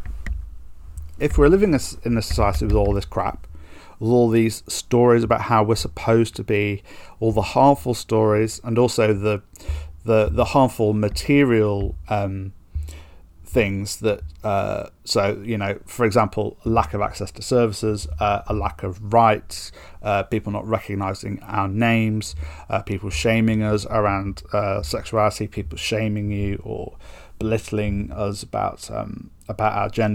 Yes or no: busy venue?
no